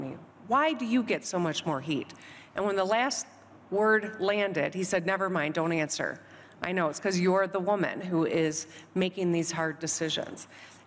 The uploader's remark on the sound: This session was recorded 19 January at the World Economic Forum 2023 Annual Meeting in Davos, Switzerland.